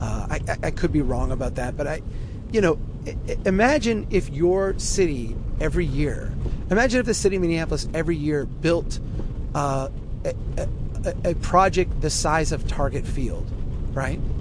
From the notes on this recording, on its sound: while driving through a Minnesota blizzard